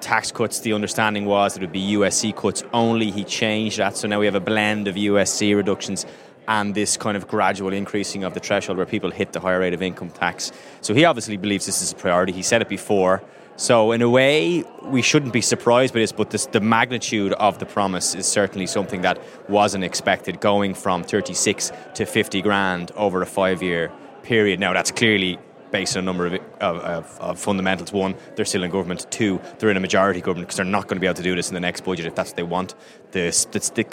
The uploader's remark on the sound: On the floor at the Fine Gael National Conference